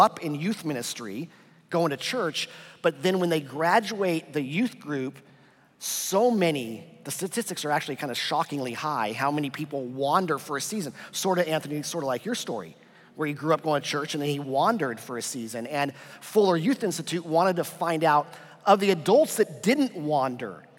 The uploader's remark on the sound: This weekend, we combined our regular service with Saddleback Student Ministries for a time of worship, panel conversations with students.